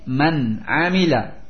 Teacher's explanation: Ada nun sukun di akhir kalimat yang pertama, man, kemudian datang setelahnya ain di awal kalimat yang kedua, sehingga dibaca idhar halqi. Man amila, tidak boleh didengungkan man amila, jadi man amila.